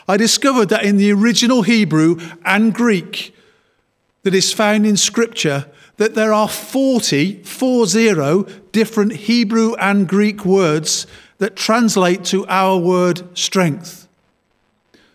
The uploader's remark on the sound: Worship from Morley Salvation Army, originally broadcast live in March 2021.